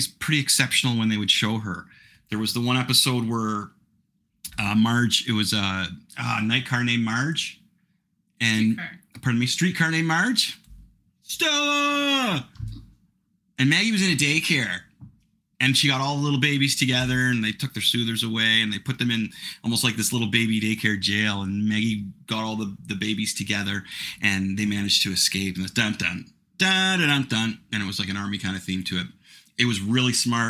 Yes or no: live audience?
no